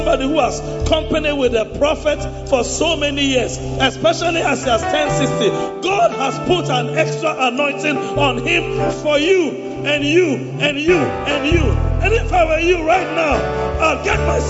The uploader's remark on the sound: Preached at the Escape 2023 - The Makarios Cathedral, HQ